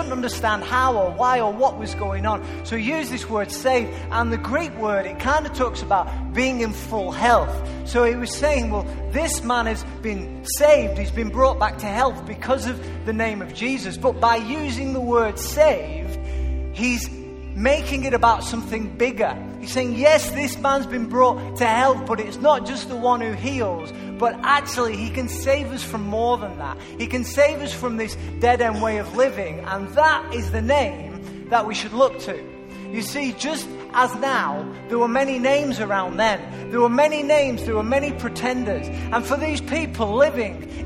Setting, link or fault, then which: setting, large echoing room